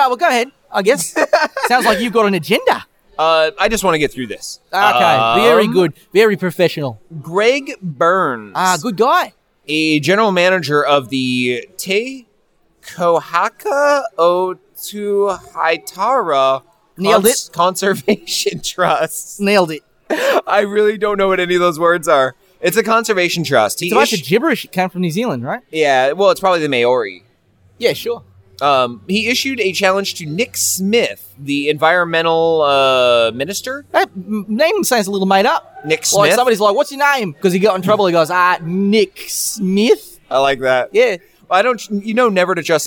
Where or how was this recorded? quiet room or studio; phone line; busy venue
busy venue